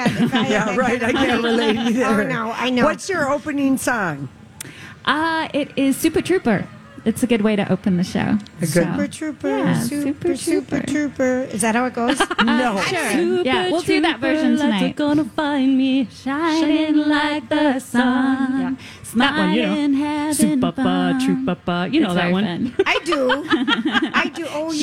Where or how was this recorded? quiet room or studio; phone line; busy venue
busy venue